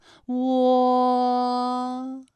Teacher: 拼音是和我火，韵母是窝等等。那么大家啊，再来跟我学习一遍关于窝的复韵母的发音要领。首先呢，是窝的发音要领啊，包括以下几个方面。首先呢，起点元音是后高元唇元音呜，中指元音是后半高元唇元音窝。那在发这个音的过程当中啊，我们的唇形始终是圆形的，舌位的动程呢是由高到半高